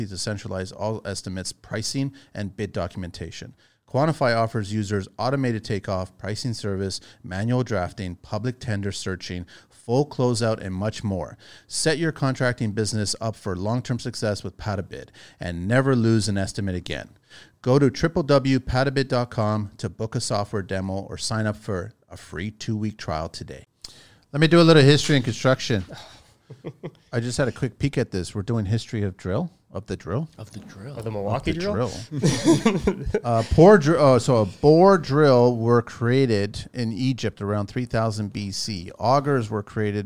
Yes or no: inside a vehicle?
no